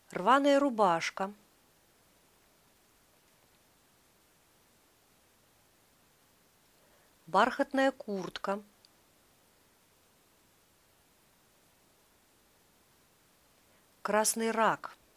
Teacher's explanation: Произносим оба слова слитно с одним ударением